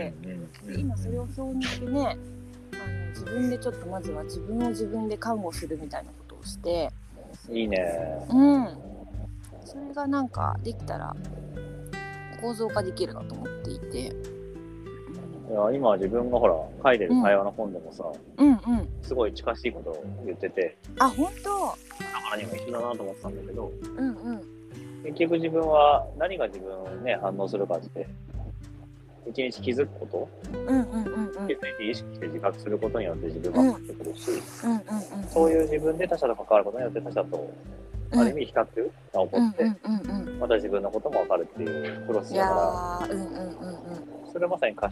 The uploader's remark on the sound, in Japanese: 2人で屋外収録